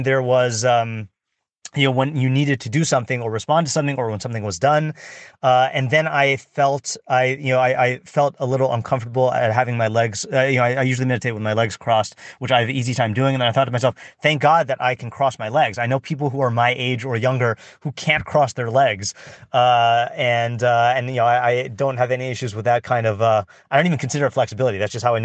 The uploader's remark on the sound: I decided to just record it in my parked car without any texts in front of me.